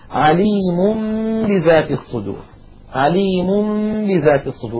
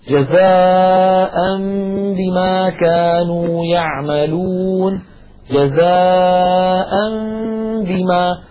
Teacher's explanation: يعني مثلا قوله تعالى أمامنا على الشاشة عليم بذات الصدور، عليم بذات الصدور، نلاحظ بأن التنوين في كلمة عليم بدل أن يكون ضمتين جاءت ضمة واحدة، وبدل الثانية وضعت ميم صغيرة إشعارا للناظر بأنه عليك أن تقلب هذا التنوين إلى ميم ثم تخفي تلك الميم عند الباء من كلمة بذات، والباء في كلمة بذات غير مشددة. · Term: القلب